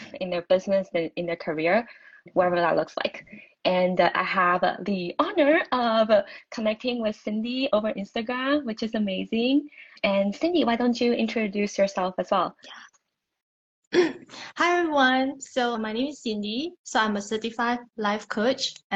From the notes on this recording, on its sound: During an IG Live